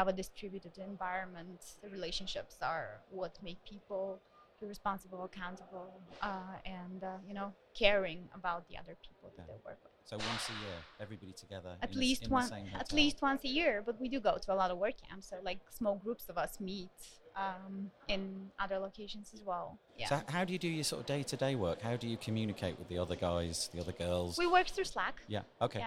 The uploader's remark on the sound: We recorded this at WordCamp Europe 2019 in Berlin, and the location that we chose was the main thoroughfare corridor! This means that we were really well placed to be found, but also that it means that there was a fair amount of noise in the background. But… it’s the noise of 3,000 WordPressers having a great time.